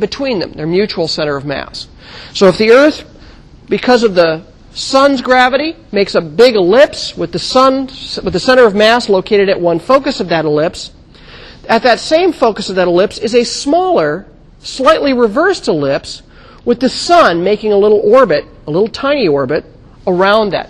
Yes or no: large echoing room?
yes